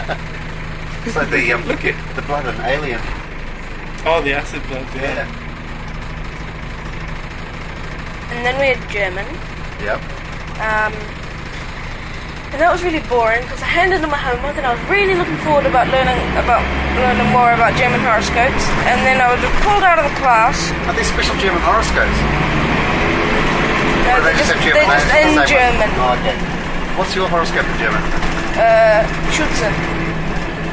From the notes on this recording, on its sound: This buscast was recorded on quite possibly the loudest and rattliest bus on the circuit – and there is a short comfort stop.